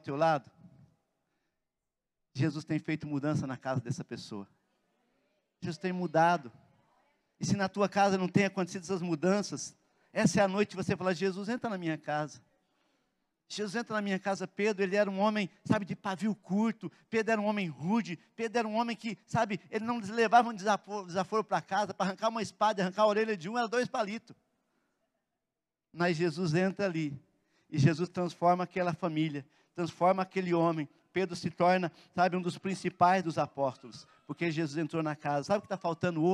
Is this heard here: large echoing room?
yes